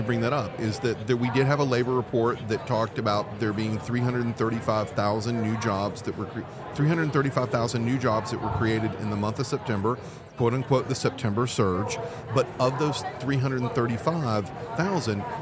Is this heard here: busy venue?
yes